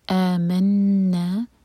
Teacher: اور نون پر غنہ، نون پر شدہ، اور دو حرکا لمبا